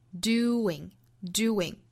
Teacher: 我们要知道加的这个小小的 w 是非常轻快的